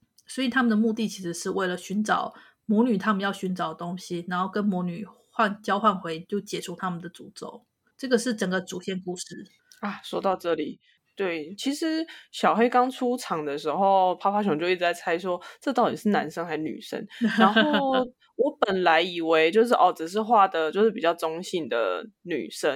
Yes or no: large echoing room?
no